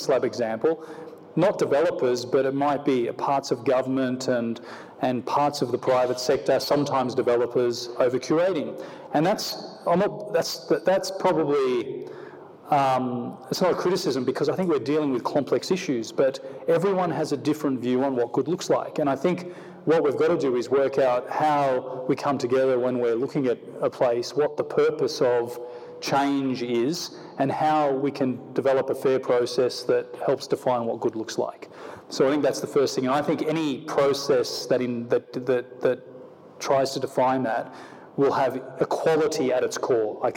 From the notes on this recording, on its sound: on stage at the Festival of Place